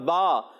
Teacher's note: با کہاں سے ادا ہوتا ہے؟ دونوں ہونٹوں کے تر حصے سے